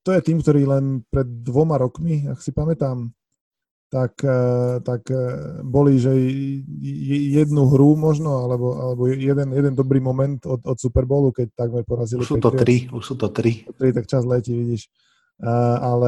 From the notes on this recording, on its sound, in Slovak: Zvuk je záznamom zo zoom konverzácie, je to žiaľ počuť.